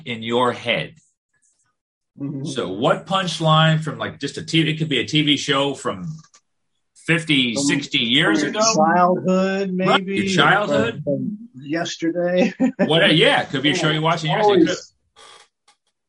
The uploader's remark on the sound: It's our first Zoom episode!